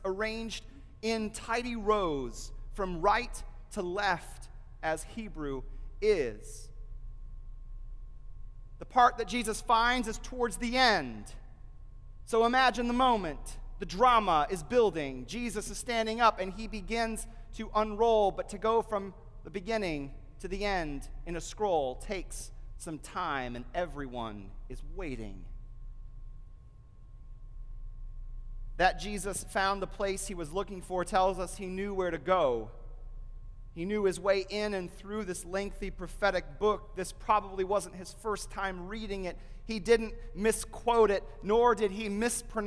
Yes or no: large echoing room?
yes